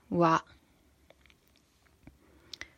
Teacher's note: No tämä kaksois-V, eli niin kuin wa, niin äänetään silleen, että huulia ei pyöristetä